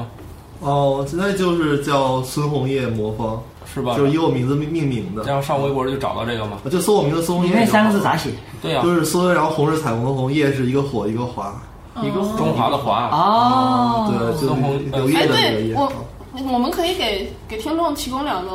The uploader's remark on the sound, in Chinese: 本期节目为在张大妈办公区用录音笔录制，可能有街道上的杂音，请见谅。